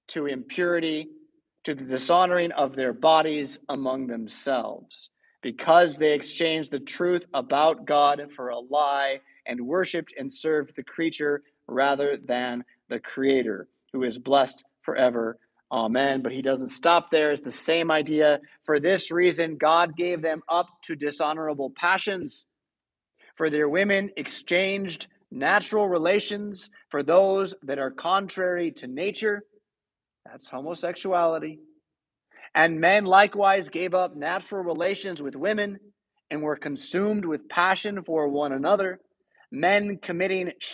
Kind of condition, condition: setting, large echoing room